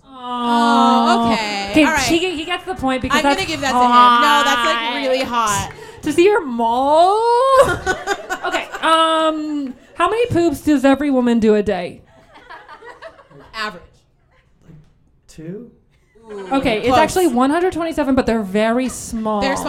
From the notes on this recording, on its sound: Reductress Minute LIVE at Caveat. In this live episode.